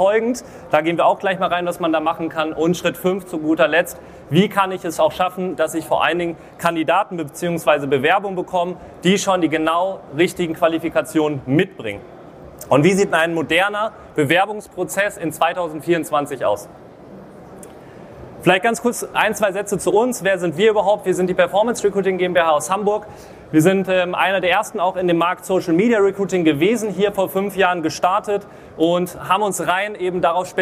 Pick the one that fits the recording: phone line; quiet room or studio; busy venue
busy venue